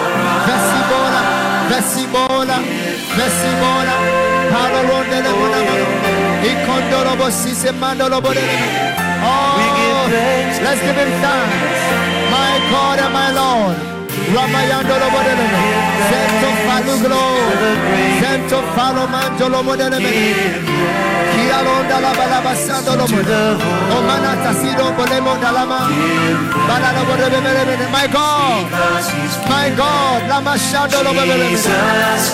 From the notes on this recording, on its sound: Preached at the FLOW Church Service.